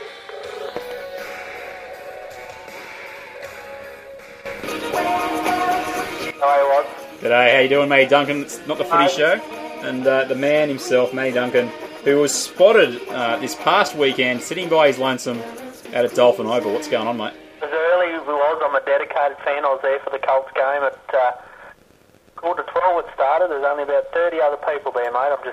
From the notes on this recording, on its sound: on the phone